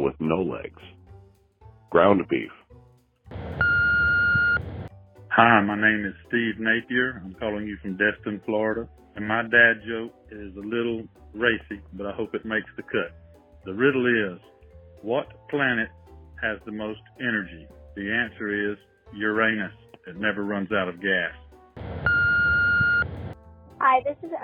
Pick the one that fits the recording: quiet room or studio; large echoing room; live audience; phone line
phone line